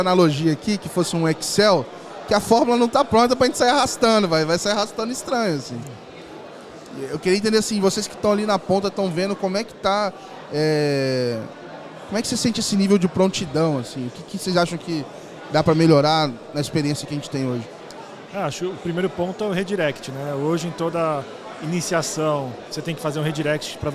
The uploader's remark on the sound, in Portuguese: Papo gravado ao vivo lá no Fintouch 2022.